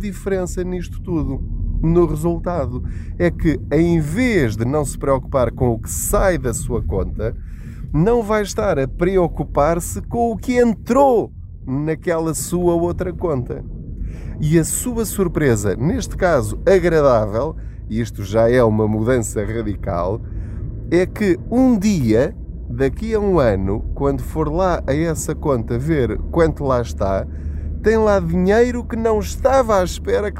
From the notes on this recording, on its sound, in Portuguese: Não ligue aos barulhos da viagem.